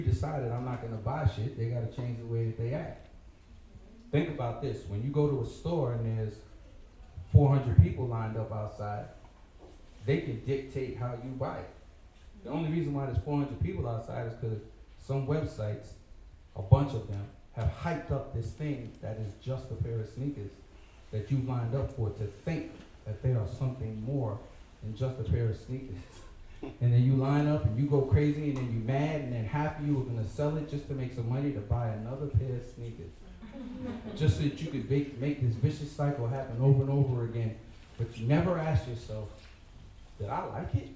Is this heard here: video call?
no